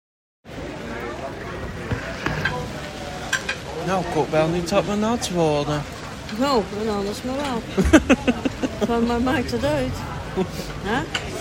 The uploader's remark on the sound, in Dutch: In deze speciale opname horen jullie een simpel gesprekje tussen mijn moeder en mij, op het terras in Eindhoven. Omgeven door mooie gesprekken en stadse geluiden.